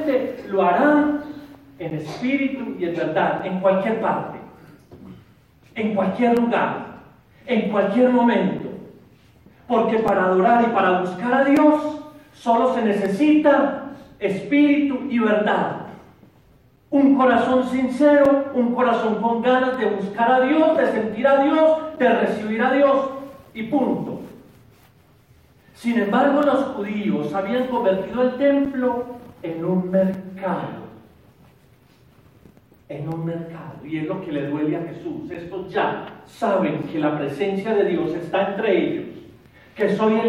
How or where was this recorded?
large echoing room